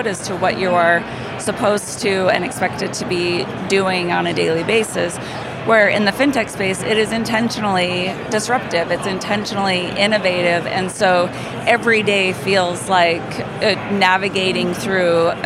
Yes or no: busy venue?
yes